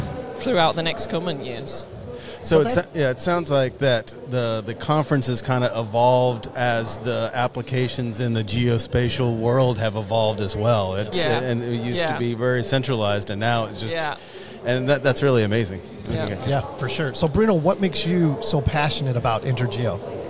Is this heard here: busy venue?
yes